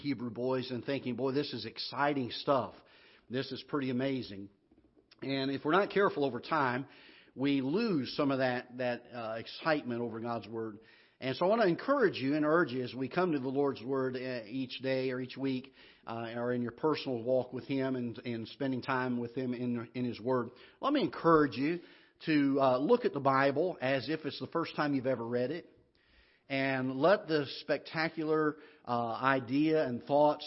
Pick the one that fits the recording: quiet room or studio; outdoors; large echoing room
large echoing room